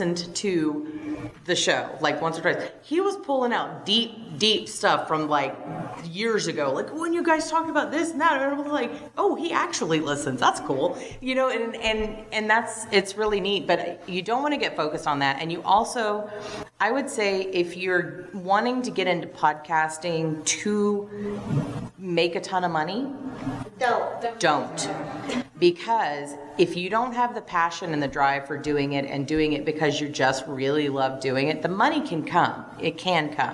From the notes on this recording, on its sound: Women in Podcasting Panel (Houston Comicpalooza).